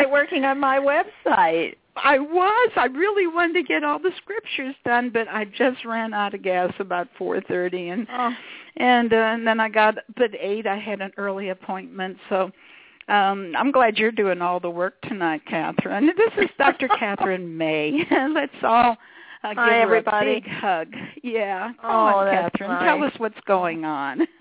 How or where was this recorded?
phone line